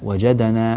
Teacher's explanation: فجعلت القلقلة مائلة إلى الفتح